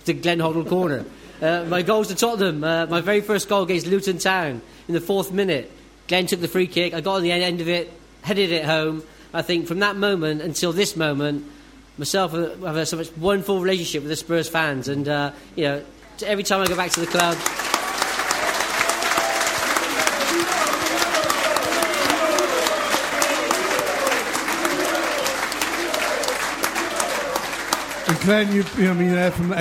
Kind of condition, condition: setting, live audience